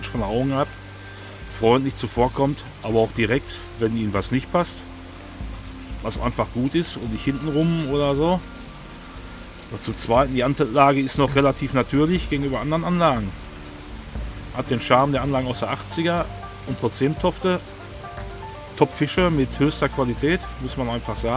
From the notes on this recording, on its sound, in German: An der Heidermühle. Wir nutzen die Zeit unseren ersten Podcast Live vor Ort aufzunehmen.